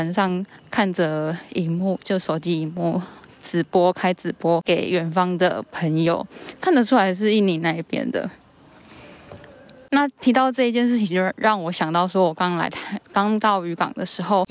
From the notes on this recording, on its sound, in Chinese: 漁船與移工．聲音地景。戴口罩巡港邊走邊錄音，。呼吸聲請多擔待。